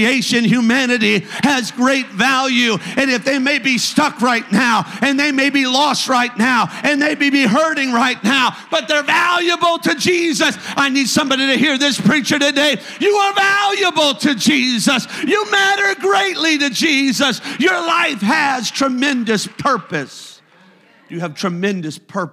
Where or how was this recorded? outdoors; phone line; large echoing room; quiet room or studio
large echoing room